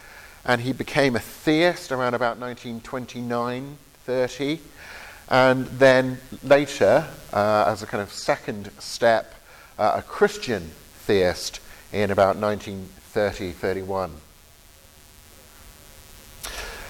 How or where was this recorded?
large echoing room